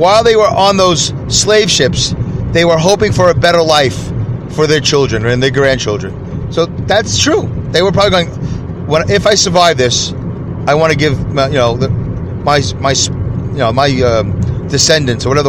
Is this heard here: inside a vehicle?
yes